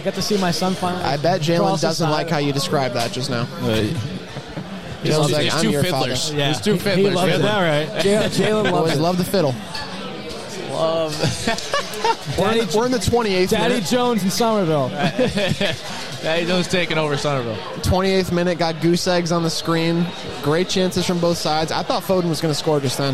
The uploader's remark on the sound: CHAMPIONS LEAGUE FINAL LIVE WATCH! We’re live from Old Magoun’s Saloon in Somerville MA for the CHAMPIONS LEAGUE FINAL. We have a few special guests, more than a few beers.